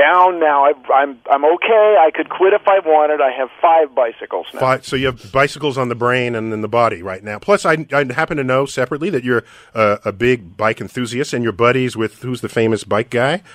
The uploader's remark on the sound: special guests call